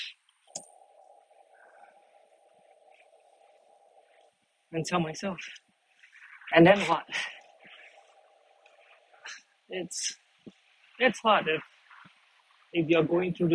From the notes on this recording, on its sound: It was 4am in the morning and I was taking a walk out and I decided to go on a rambling… it’s been awhile since I’d recorded an episode so raw (outside).